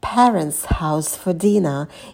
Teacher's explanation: В слове «parents» добавляйте придыхание на «п».